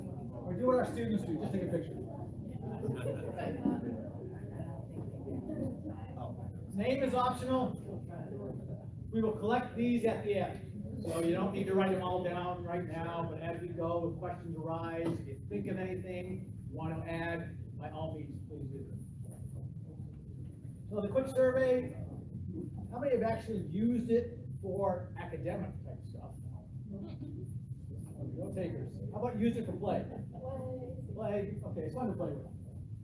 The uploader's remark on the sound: present at the South Carolina Association of Accounting Educators (SCAAE) Conference